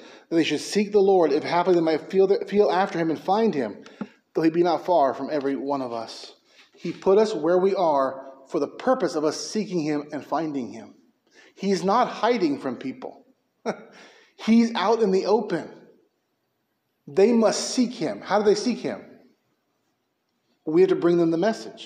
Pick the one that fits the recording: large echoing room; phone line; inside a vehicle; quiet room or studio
large echoing room